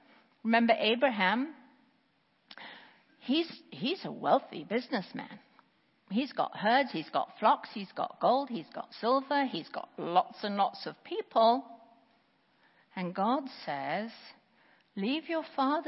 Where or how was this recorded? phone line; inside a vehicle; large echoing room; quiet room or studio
large echoing room